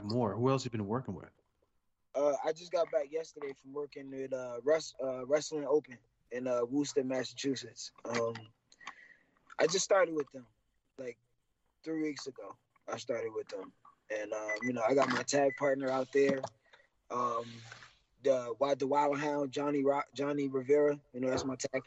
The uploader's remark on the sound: Unfortunately technical issues had an impact on our audio for this episode.